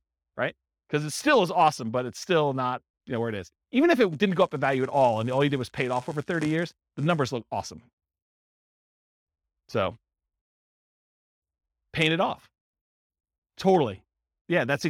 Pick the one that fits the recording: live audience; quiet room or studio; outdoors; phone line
live audience